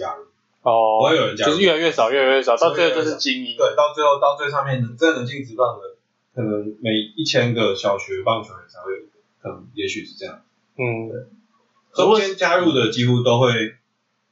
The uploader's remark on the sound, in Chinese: 本集電腦沒有放乖乖，音質略微奇特。